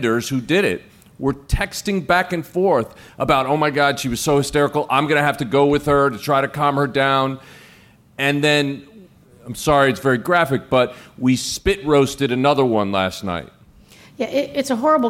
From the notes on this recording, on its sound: Live From CrimeCon.